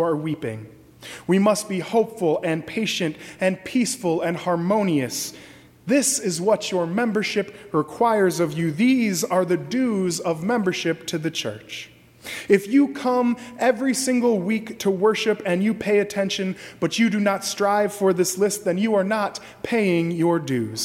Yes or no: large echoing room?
yes